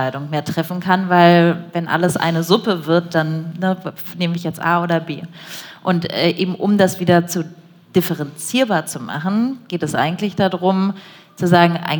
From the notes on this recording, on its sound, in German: Live-Podcast. Im Polestar Store in der Wiener Innenstadt aufgenommen wurde.